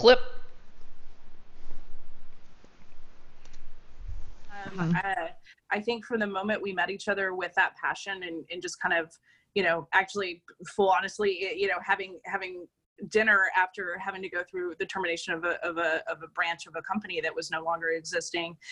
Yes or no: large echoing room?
no